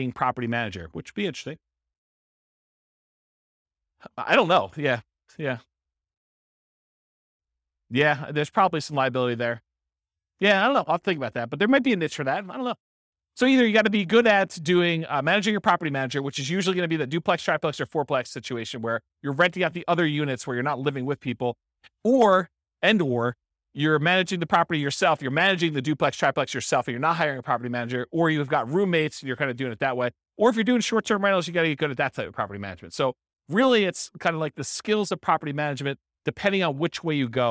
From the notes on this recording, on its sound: This was a live class recorded